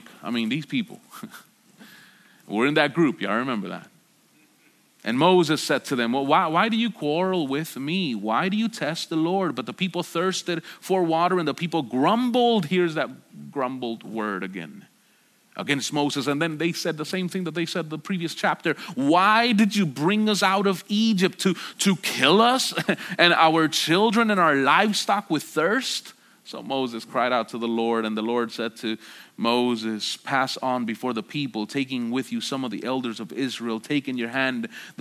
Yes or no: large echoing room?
yes